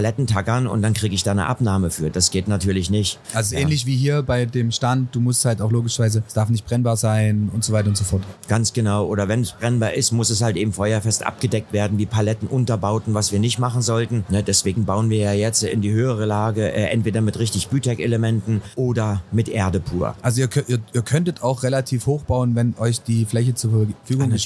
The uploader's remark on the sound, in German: Live von der Modell - Hobby - Spiel auf der Leipziger Messe. Waren wir mit unserem mobilen Airstream Studio zu Gast auf der Modell-Hobby-Spiel Messe in Leipzig und haben vor Ort verschiedene Podcast Episoden für unseren Sachsenlotto Podcast Channel produziert.